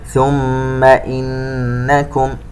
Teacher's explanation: ميم مشددة ونون مشددة كل منهما يغن بمقدار حركتين